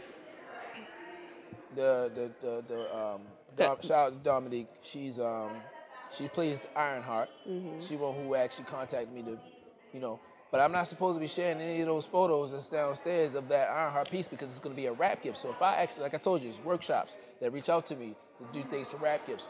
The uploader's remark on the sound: LIVE PODCAST episode at a silent disco art exhibit